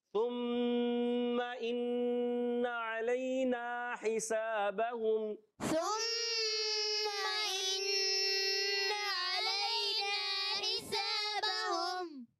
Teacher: نون علی زبر نا ایک لکھے جگہ، حسابہم میں ہا کی ادائیگی حلق کے درمیان والے حصے سے، اور سین ادا ہوتا ہے زبان کی نوک اور دونوں دانتوں کے اندرونی کناروں سے، حسابہم آخر میں ہو جائے گا میم ساکن، یہ اس کو کہتے ہیں وقف بالسکون۔ · میم مشدد ایک الف کا غنہ، ان یہاں پر بھی ایک الف کا غنہ، اور علینا یا ساکن سے پہلے زبر یا لین عین کی ادائیگی حلق کے درمیان والے حصے سے، عین کو حمزہ سے نہیں بدلنا